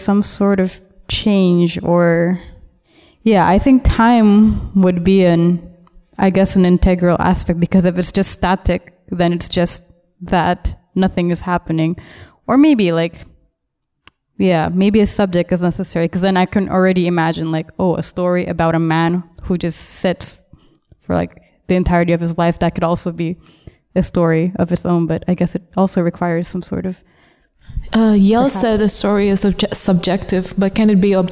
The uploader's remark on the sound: We documented the Panel Discussion at West Den Haag organized by multiple KABK students. In collaboration with The Hague Contemporary.